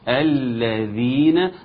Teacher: الذين اللام المشددة ناخد بالنا منها والذال نطلع لساننا فيها كويس